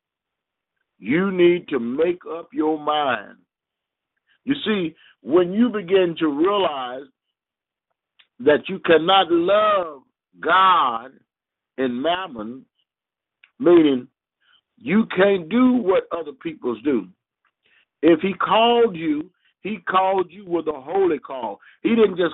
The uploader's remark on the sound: Conference Call